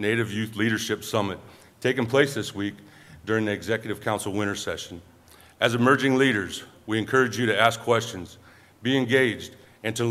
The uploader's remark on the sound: The event took place at the National Museum of the American Indian in Washington, D.